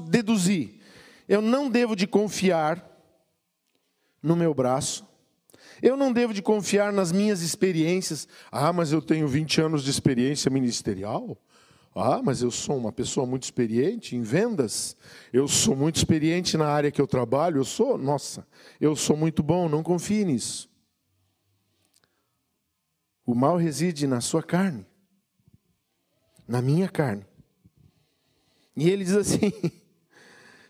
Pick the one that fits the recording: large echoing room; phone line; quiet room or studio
large echoing room